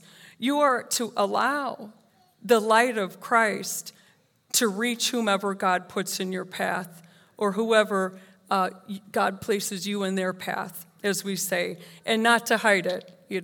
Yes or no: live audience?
yes